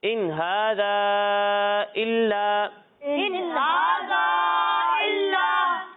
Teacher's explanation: مد منفصل کو ہم دو یا پھر ڈھائی الف کے برابر کھینچتے ہیں